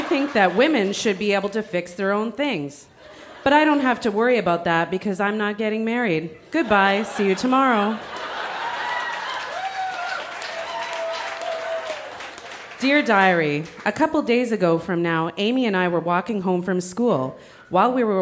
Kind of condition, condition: setting, busy venue